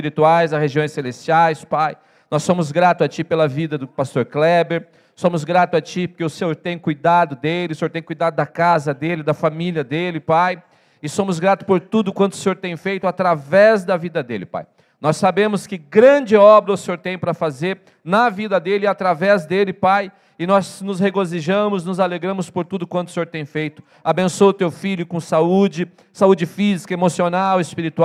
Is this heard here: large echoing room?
yes